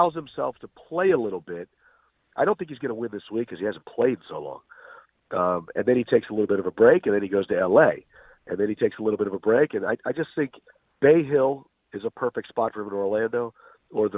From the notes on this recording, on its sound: Called in from vacation. Called in from Torrey Pines.